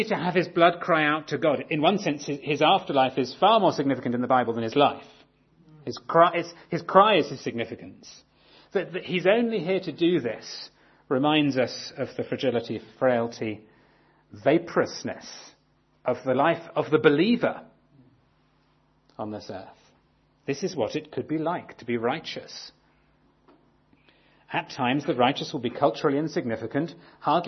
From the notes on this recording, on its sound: talk on the murder of Abel in Genesis 4 from our 2017 conference